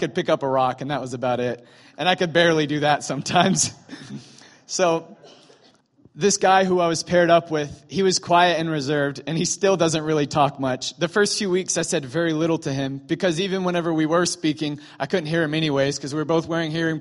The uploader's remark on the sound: was recorded Sunday, November 26, 2017, during morning services at Celebration Life Family Church.